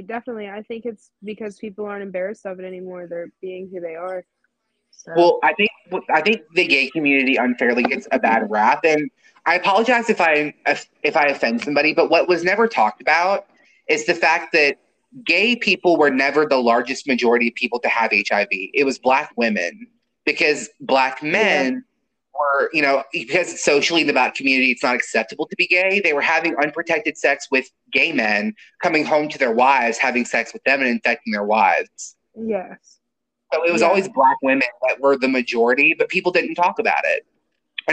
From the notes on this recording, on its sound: this episode's sound quality definitely took a ride on the struggle bus